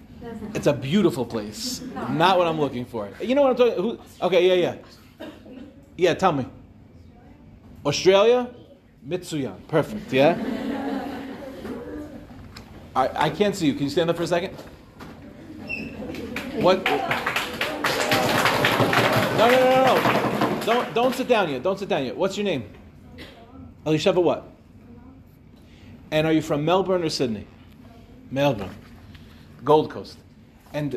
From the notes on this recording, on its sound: delivered at NCSY Michlelet